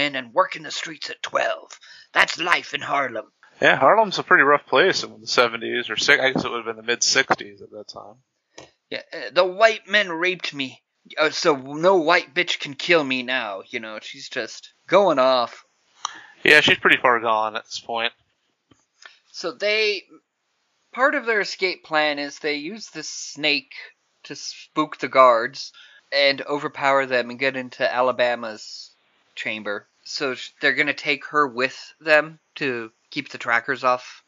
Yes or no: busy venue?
no